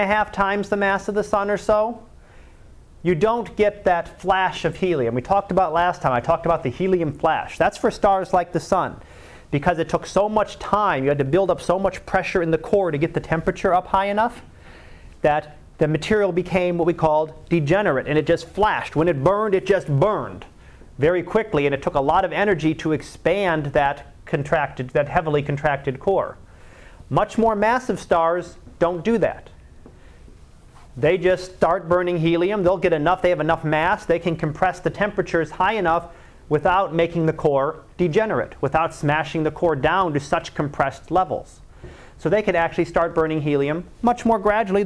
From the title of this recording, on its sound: Live Class Lecture